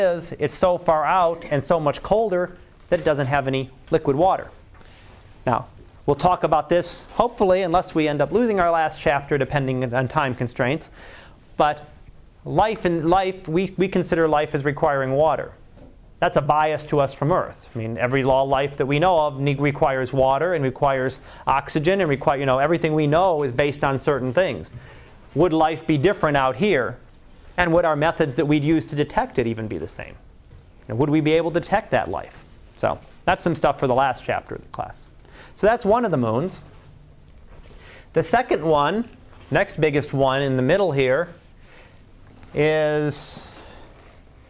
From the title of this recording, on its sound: Live Class Lecture